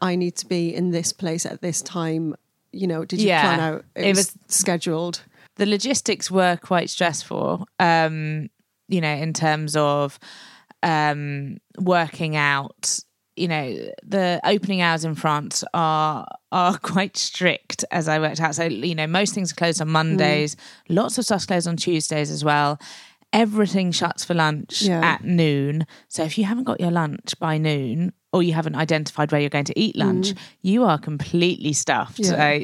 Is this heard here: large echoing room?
no